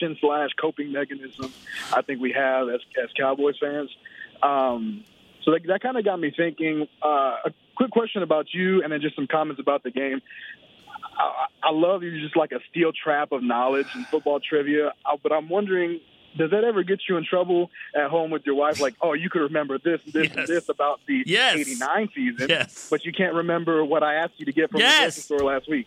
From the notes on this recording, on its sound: The fans called